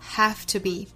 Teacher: 那 have 本身尾部是一个 v 这样的一个浊音，那后面是一个清辅音 t，受到后面这个清辅音的同化，前面的 v 的发音我们同化成同样是清辅音的 f 的发音